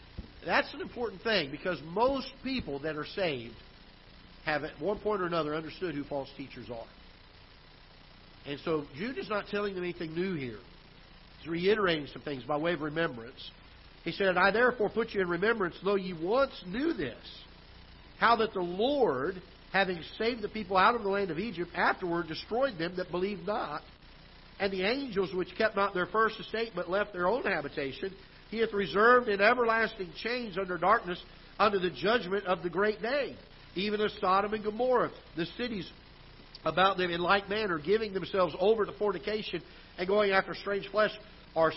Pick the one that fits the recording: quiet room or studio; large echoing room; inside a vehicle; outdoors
large echoing room